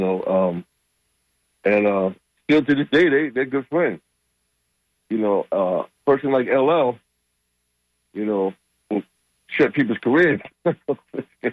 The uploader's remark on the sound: unique magazine format call-in show